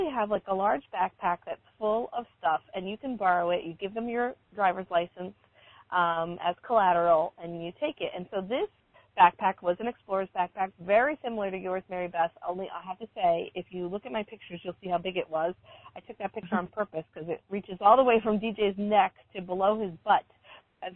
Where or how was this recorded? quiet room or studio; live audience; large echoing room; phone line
phone line